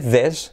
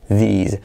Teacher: uno es con S, this, y otro es con S sonora, z, these.